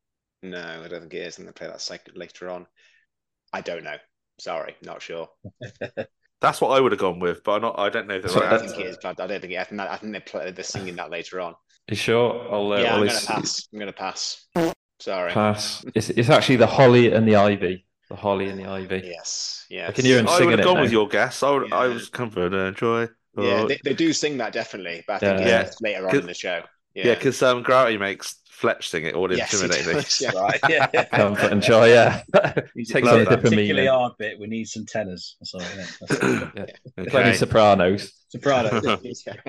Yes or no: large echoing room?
no